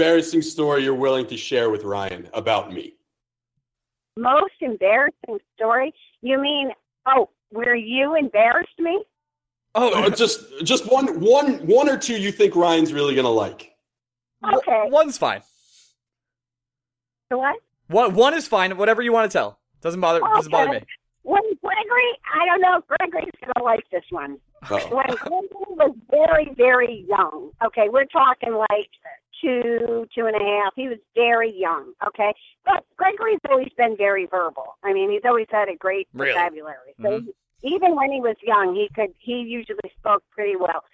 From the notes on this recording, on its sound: Moms call in back to back to have a chat and tell some embarrassing stories